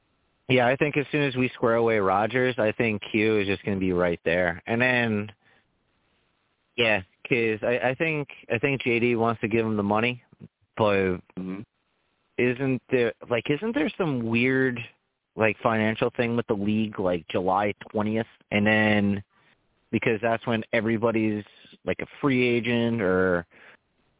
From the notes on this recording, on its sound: I take live callers!